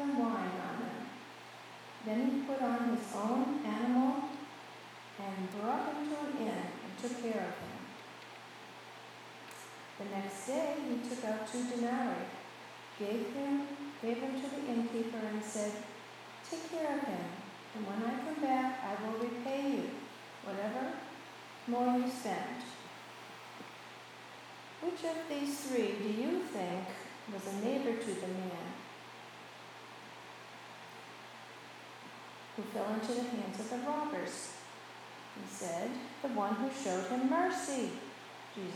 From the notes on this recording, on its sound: Please note that the audio is not great at the beginning. The sound quality is greatly improved at 2:40, following the reading of the scripture.